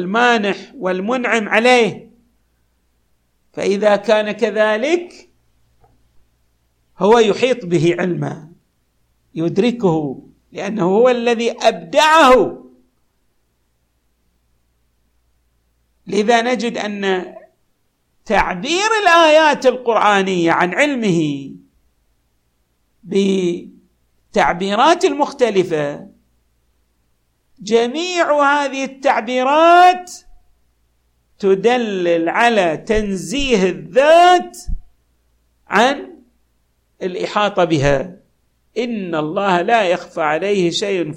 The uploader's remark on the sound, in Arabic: تسجيلات جامع الامام علي عليه السلام الأحساء المبرز